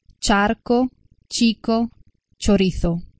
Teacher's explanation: corrisponde al suono palatale affricato sordo